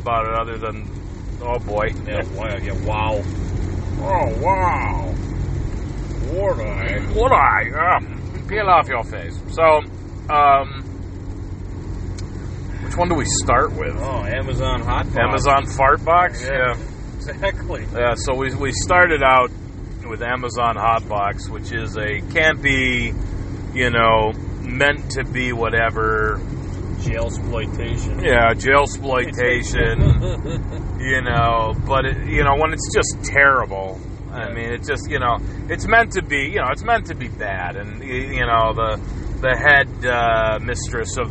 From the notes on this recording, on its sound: Road trip edition.